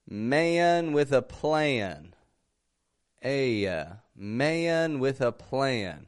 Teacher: we're dropping our tongue in the back, and then we're rising it in the front to make that N, A-N, man with a plan, man with a plan, dropping the tongue in the back, rising it in the front, very slow motion, man, plan. · Term: twangy American sound